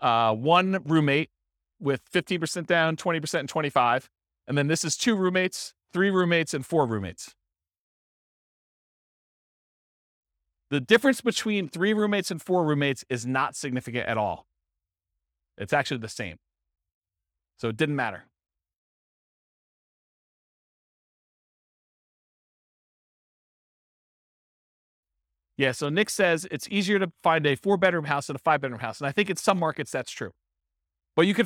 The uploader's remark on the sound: This was a live class recorded